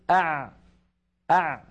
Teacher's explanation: زمنها فيه جريان ولكن هذا الجريان ضئيل فلما أقول أع أع زمن أع أطول من زمن أق وأقصر من زمن أش أه أف